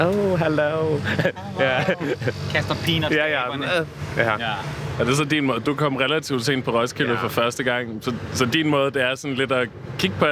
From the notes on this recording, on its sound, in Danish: 30-årskrisen er på Roskilde Festival. Han søger dog ikke campingpladsen og ølbongene, men holder sig til sin campingvogn og koncerterne.